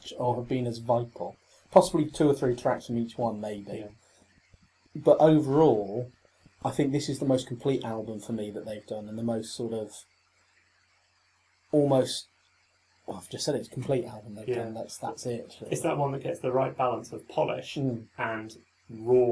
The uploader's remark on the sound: Battling (and ultimately losing) against a range of audio gremlins. Hidden somewhere beneath the murky sound.